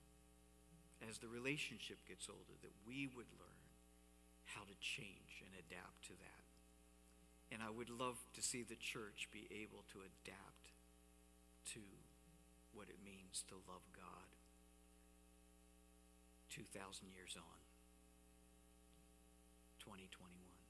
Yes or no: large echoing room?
yes